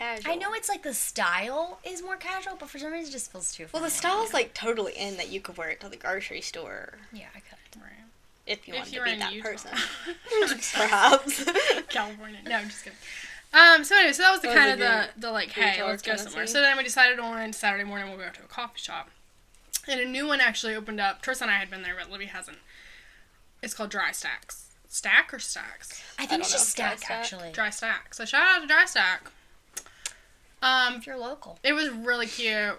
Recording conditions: sounds in the background